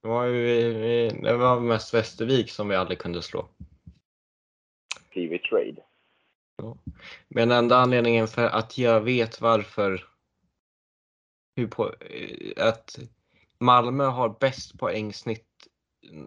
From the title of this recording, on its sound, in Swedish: Skitljud